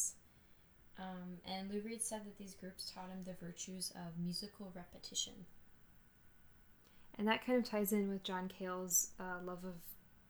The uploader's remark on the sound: I still don't know how to use a microphone